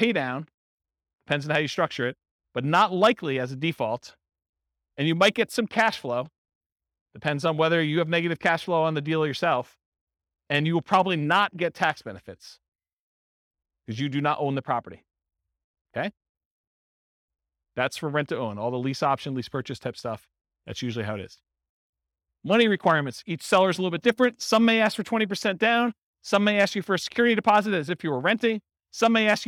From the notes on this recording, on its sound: This was a live class recorded